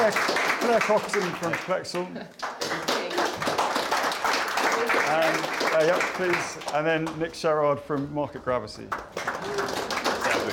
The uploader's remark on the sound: a recording of a recent event we heard at our headquarters, near London Waterloo, called Innovate BIG Breakfast.